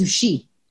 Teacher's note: The emphasis is on the final syllable.